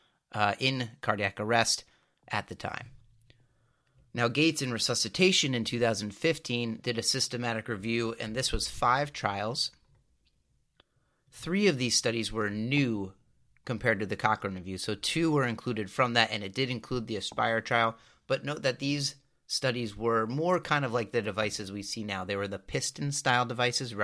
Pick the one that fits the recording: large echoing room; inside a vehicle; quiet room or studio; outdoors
quiet room or studio